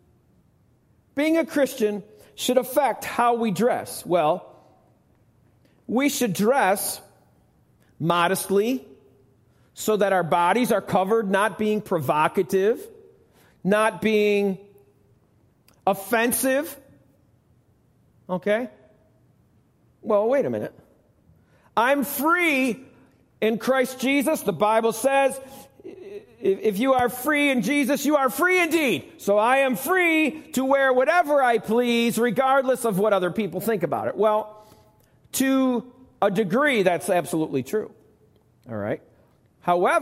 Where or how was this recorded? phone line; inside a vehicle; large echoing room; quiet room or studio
large echoing room